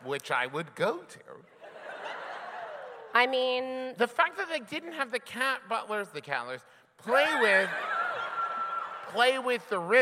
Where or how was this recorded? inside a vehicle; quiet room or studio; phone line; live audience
live audience